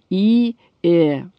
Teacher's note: Для таких гласных, как И или Э, свойственно продвижение языка в переднюю часть полости рта. Это так называемые гласные переднего ряда.